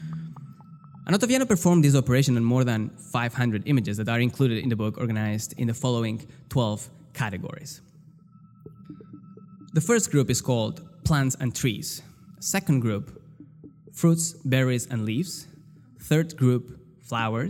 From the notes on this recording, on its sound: This show was recorded in front of an audience in April of 2018 at the Emily Harvey Foundation in New York. With live music.